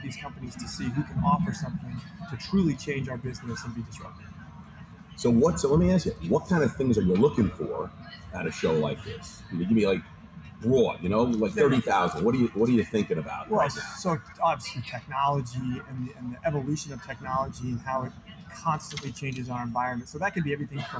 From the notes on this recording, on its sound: LIVE FROM FSTEC. Take the show to the first in-person trade show, FSTEC 2021 where restaurants and technology connect.